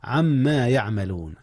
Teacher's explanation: أدغم نون عن في ميم ما، عما يعملون، والأصل عن ما. · Term: إدغام